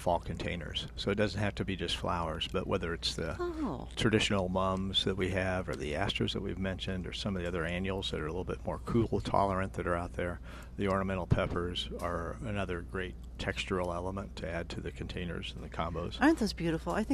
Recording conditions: busy venue